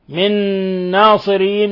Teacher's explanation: إضغام متماثلين، أضغمنا النون في النون